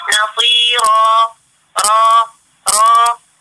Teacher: المد بالالف من دون هوى من دون حرف الهاء الاخير